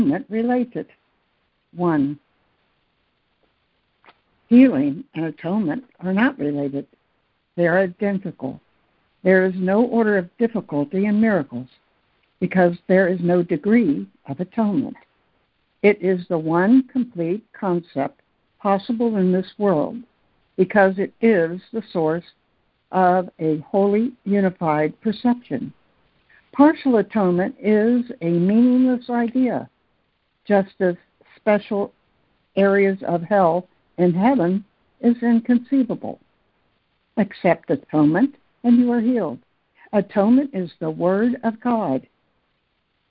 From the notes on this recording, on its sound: ACIM Daily Conference Call.